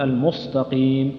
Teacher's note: لو لم تنتبه للسين وتصفيها وترققها صارت صادا